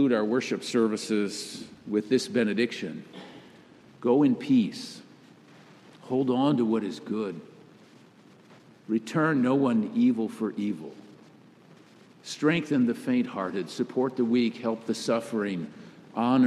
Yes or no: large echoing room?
yes